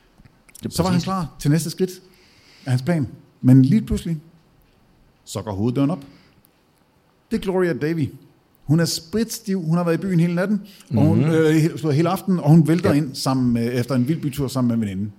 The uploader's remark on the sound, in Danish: Afsnittet er optaget live på Hotel Cecil den 1.